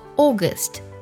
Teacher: 英式的发音会将 A U 这个音节偏向于 O 的音